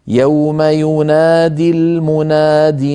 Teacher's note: يوم ينادي المنادي من، يوم ينادي المناد، فينادي أصلها ينادي بوزن يفاعل، وهي مضارع ماضيه نادى، نادى ينادي، فحذفت الياء من آخره لفظا للتخلص من التقاء الساكنين مع كلمة المنادي